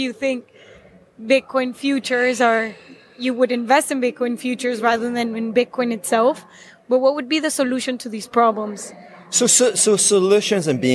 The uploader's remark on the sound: Here is a behind the scenes interview I gave at the Bitcoin conference in Amsterdam.